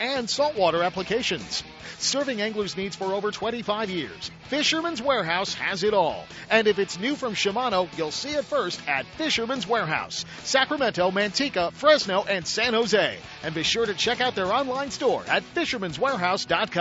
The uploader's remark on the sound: Ultimate Bass Radio - Live - Snag Proof Frog Tourney.